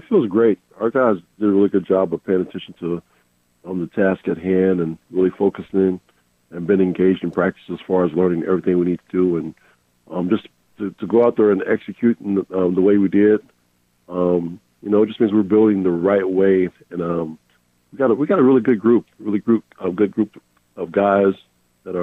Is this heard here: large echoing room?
no